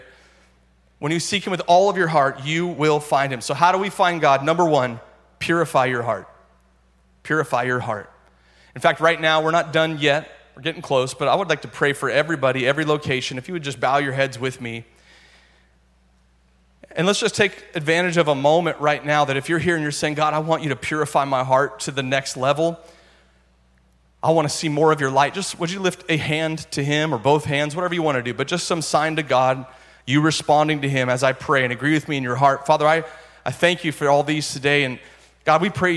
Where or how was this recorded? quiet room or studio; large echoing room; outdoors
large echoing room